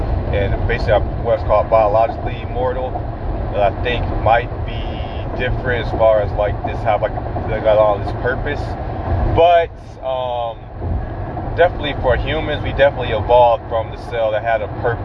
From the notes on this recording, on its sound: I am in my car. On my way to the MREA.